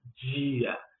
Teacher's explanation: nós falamos dessa maneira, como se estivessem aí juntando um DJ em um I quando dizemos dia · Term: coarticulações